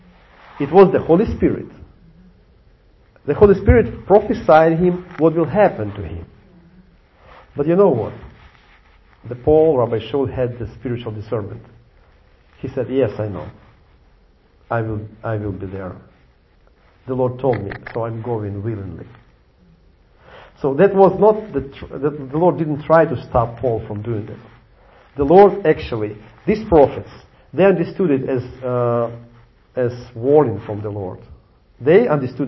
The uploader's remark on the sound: Videos recorded live at Jewish Messianic Congregation of Jacksonville